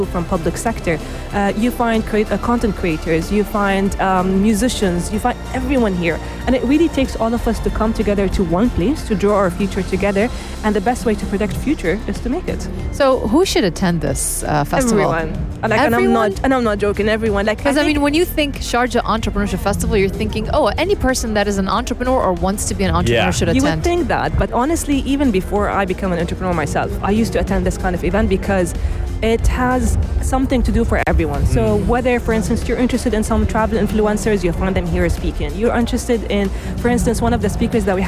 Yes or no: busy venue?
yes